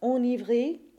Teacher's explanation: that initial E becomes the A nasal, but the N is still pronounced.